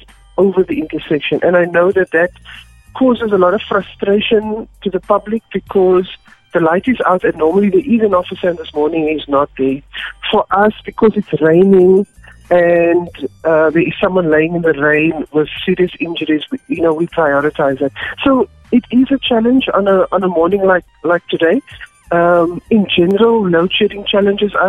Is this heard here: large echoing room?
no